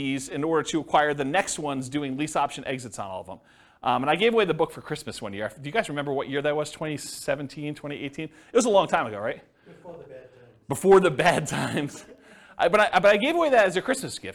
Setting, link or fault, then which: setting, live audience